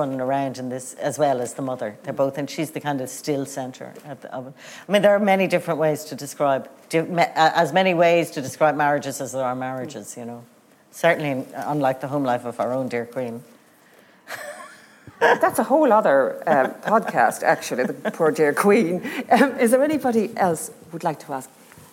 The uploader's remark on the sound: recorded live at Liberty Hall Theatre in Dublin